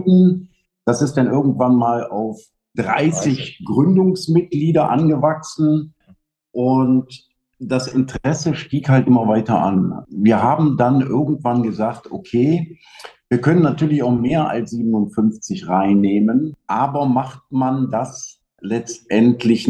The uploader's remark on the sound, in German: Für die Episode 11 war es mal wieder ein „virtueller” Besuch über Zoom“.